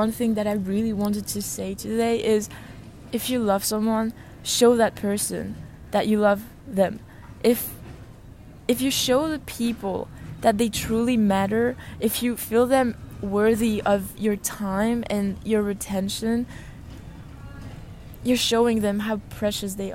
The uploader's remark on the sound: Live from the airport